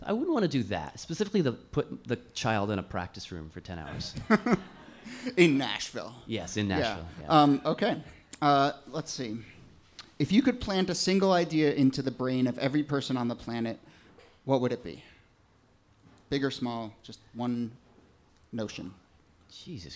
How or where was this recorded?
live audience